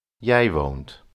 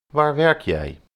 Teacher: note that in questions, the final T disappears from the second person form. · Shown in: second take